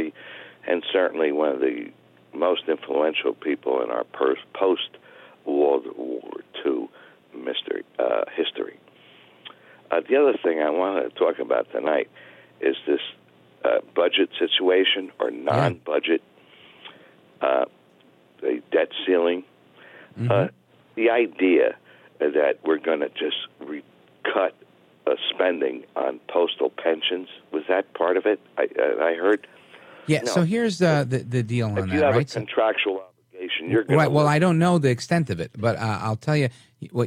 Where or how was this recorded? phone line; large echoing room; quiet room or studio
phone line